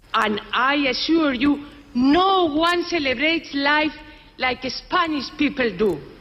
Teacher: la entonación está afectando, es decir, es muy exagerada y muy antinatural, por completo alejada de lo que es el inglés